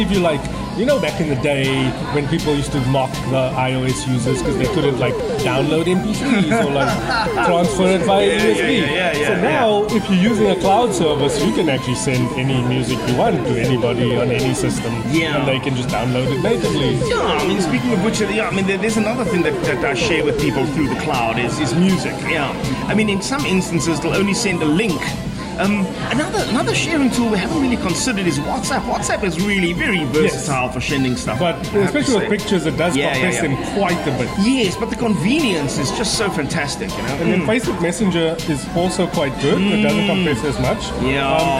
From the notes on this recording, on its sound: back at Brownies&Downies during the lunchtime rush and try to spin the ambient noise as a podcast feature